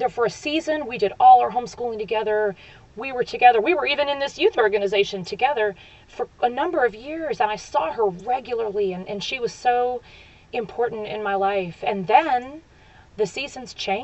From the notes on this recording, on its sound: Enjoy a chat with her friends at summer camp. This is the first of four episodes recorded in the outdoors of their favorite camp.